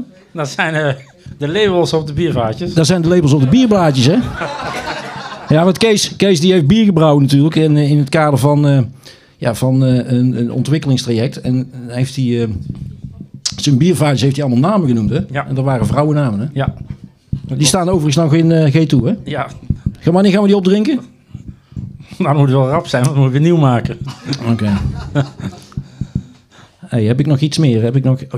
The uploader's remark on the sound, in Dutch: Deze 75e aflevering staat in het teken van de afscheidsborrel. Tijdens de afscheidsborrel wordt de Zoemer Live opgenomen met in het punliek alle collega's, oud-collega's en oud studenten.